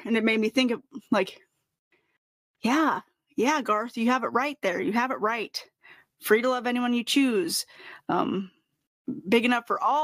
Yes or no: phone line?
no